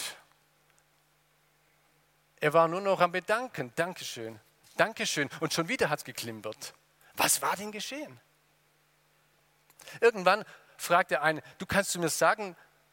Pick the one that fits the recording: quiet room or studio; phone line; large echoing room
large echoing room